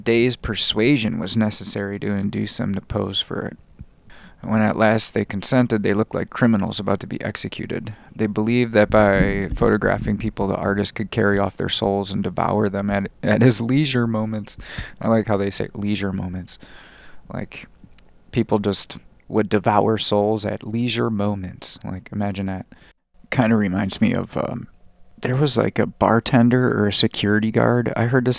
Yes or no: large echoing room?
no